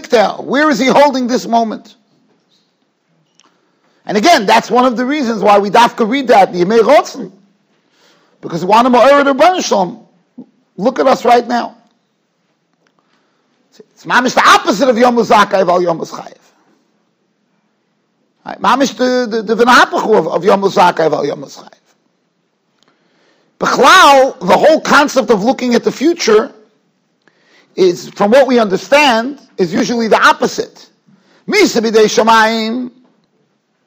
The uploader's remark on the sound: Shiur recorded in Yeshivas Ohr Reuven, Monsey, NY.